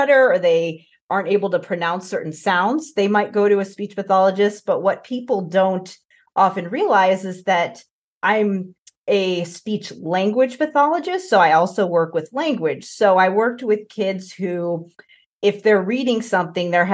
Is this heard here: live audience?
no